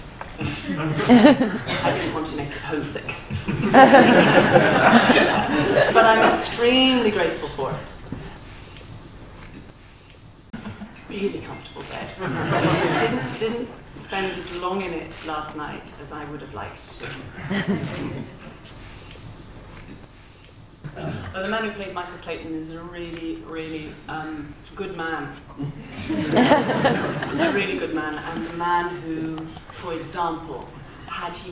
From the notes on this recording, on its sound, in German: Bei der Viennale. Im Rahmen einer Pressekonferenz.